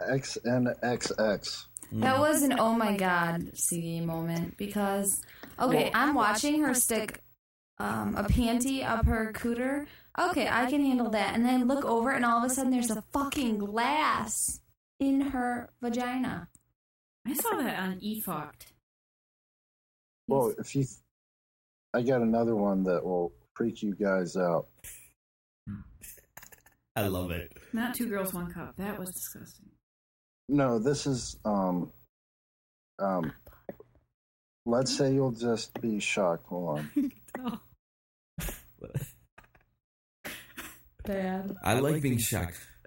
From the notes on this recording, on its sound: This is a shitty echo chamber edition.